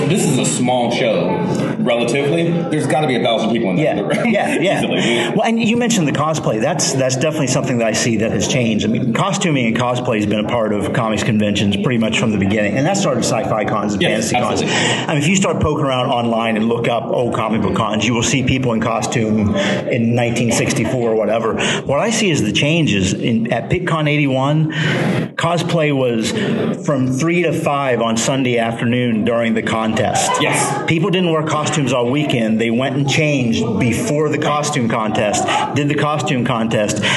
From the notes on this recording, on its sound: Live from 3 Rivers Comicon!